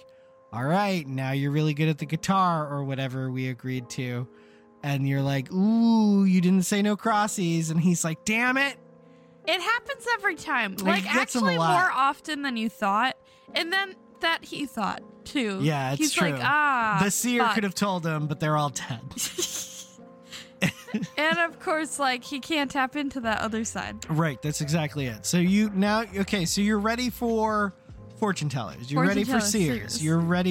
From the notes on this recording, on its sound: Sometimes, it’s just kinda hard to talk in the car. CW: Loud Sound at very end of Podcast.